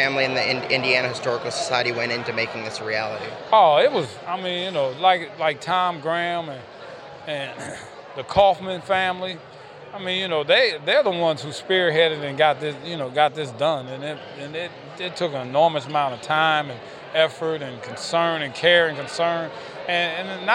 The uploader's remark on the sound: Four interviews conducted on location at this weekends dedication ceremony for the Bill Garrett state historical marker.